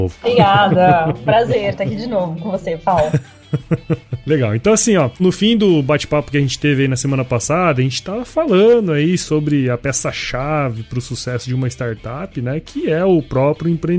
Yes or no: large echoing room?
no